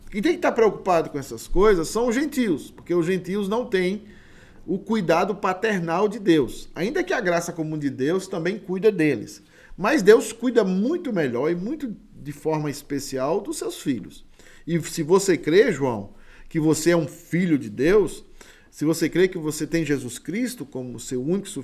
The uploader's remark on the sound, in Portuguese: Culto Público de Domingo